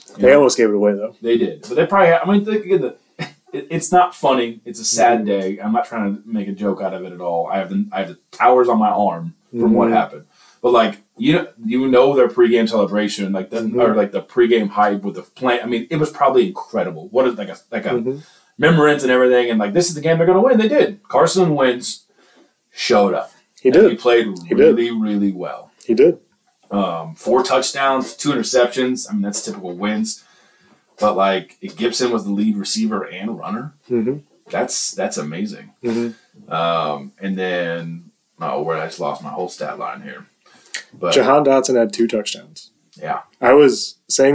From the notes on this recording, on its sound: We apologize for the audio quality. Had some technical issues.